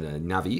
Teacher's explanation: That B is pronounced a little bit like a V, actually.